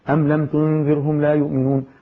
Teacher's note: عملت الغنة حركتين تناسبا مع سرعة القراءة بتاعتي